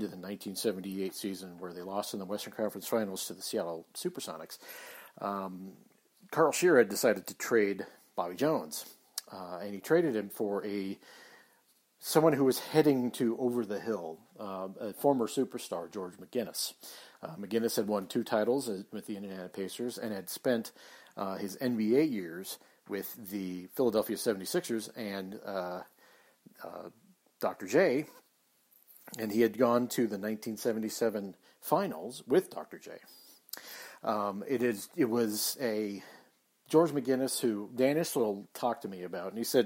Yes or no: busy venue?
no